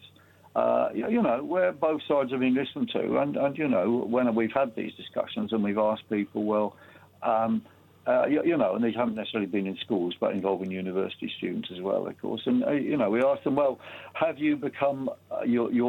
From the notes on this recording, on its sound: Joins the Independent Republic in the studio. Is on the phone.